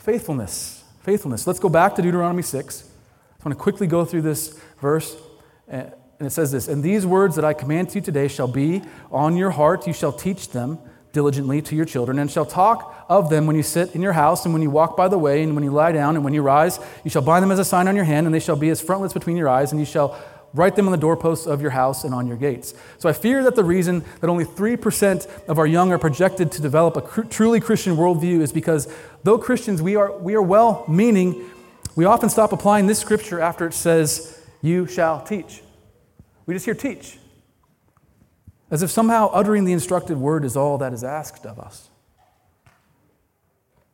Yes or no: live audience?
yes